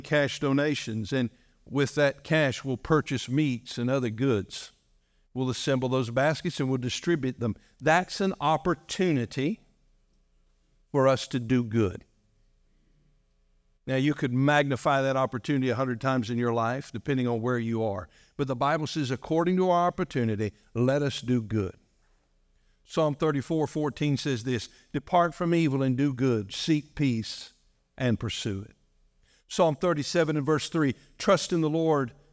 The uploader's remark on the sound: This message was delivered on November 12, 2023, during our morning service.